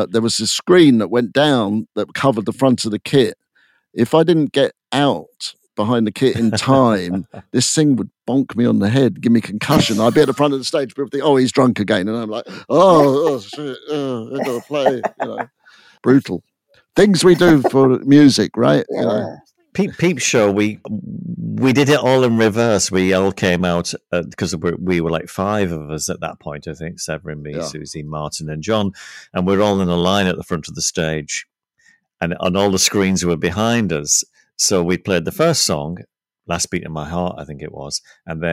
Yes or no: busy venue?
no